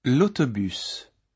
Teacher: Before such words, nouns beginning with a vowel sound, the two words for the, le, l-e, and la, l-a, lose the vowels e and a, and when written, precede the noun as just l apostrophe.